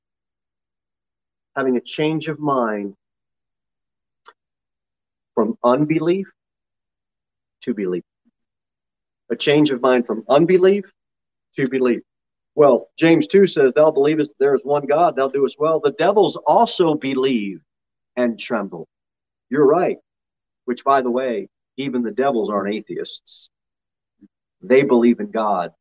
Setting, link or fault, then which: setting, large echoing room